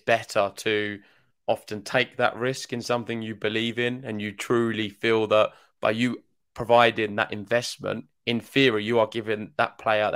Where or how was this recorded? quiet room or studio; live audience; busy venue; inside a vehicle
quiet room or studio